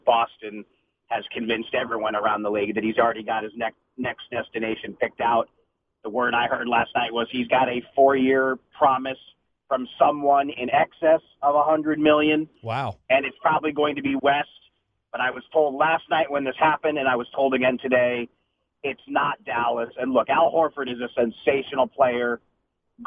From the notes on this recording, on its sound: called in to the Ben and Skin show